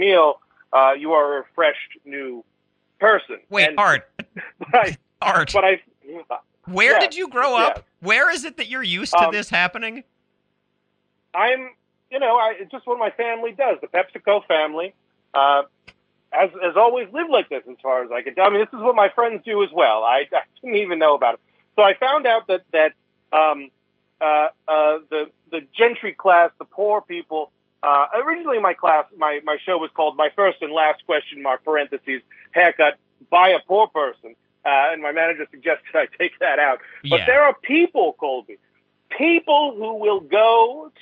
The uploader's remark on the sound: Calls in to report on the ongoing Edinburgh Fringe Festival.